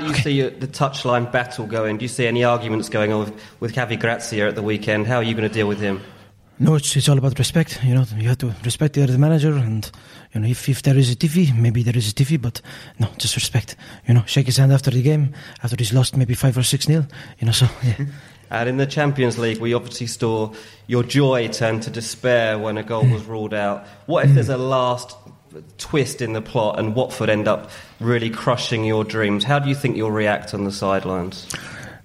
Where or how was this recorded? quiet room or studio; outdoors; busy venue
busy venue